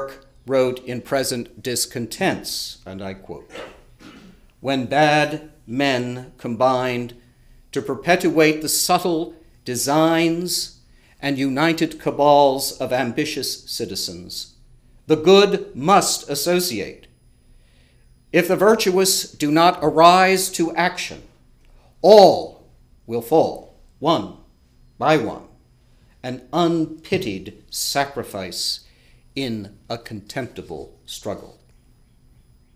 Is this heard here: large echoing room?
yes